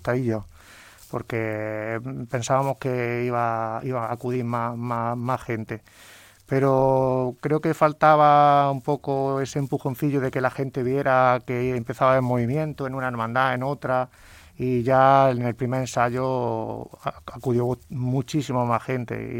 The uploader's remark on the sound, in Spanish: Salimos en directo a la calle para ver cómo transcurre el Septenario al Stmo.